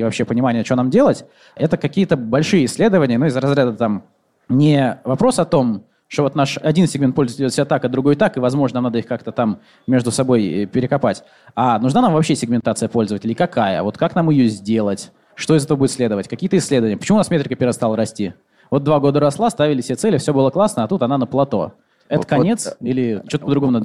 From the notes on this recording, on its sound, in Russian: Это особенный выпуск – мы записывали его в видеоформате перед большой аудиторией на конференции «МатеМаркетинг».